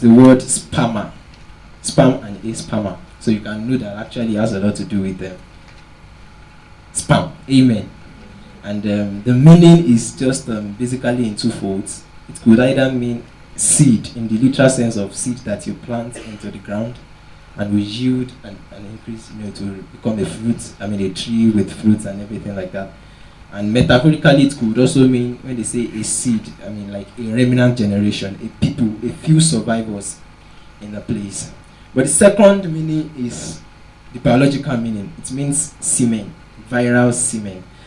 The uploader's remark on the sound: Preached at TACSFON OAU in 2009.